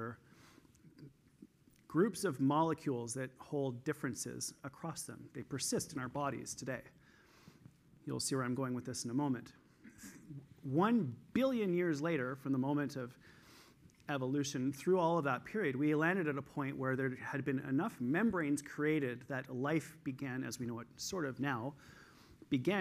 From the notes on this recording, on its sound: This week I'm sharing a session that I did at the EPIC Conference in Toronto in December of 2022.